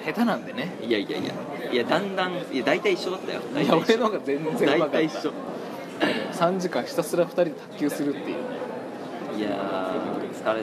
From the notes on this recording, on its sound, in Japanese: 食堂で収録をしていたのですが、隣の女学生が元気よく麺を啜っている音が入っています、ごめんなさい。